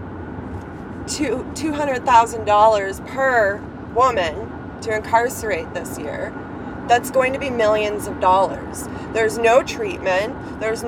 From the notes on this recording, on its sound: In the car on the way to the protest at Grand Valley Institution (GVI) in Kitchener, Ontario.